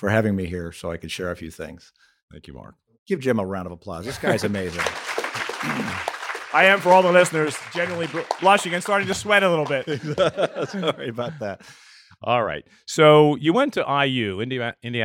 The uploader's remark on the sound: This was recorded live at the University of Cincinnati's Lindner College of Business .